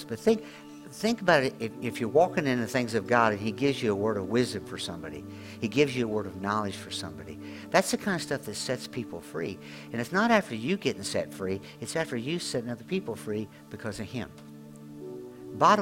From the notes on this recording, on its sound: at Grace Church in Chester Illinois